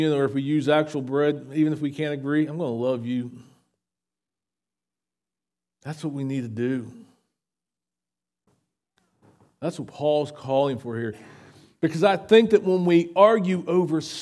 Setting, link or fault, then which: setting, large echoing room